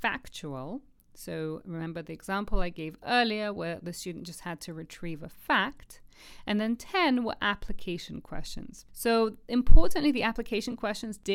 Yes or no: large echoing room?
no